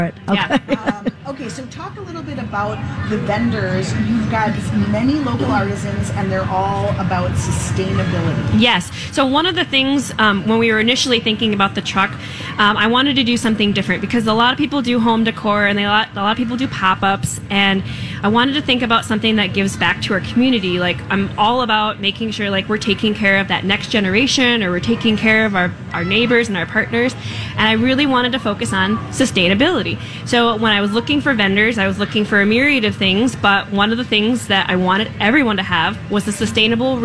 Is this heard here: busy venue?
yes